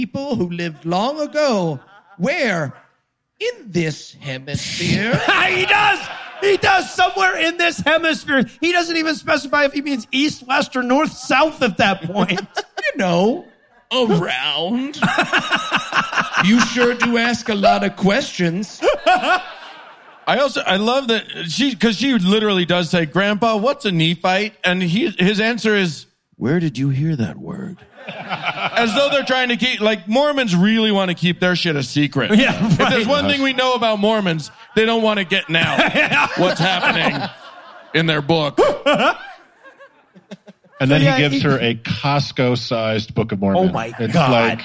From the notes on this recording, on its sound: LIVE from Salt Lake City.